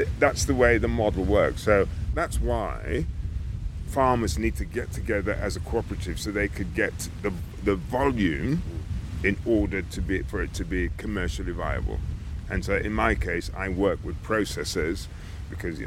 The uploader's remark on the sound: An inspiring walk and talk